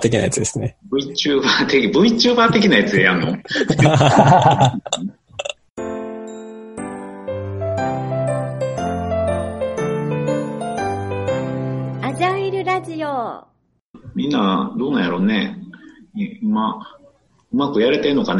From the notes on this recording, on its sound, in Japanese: Zoom によるリモート収録です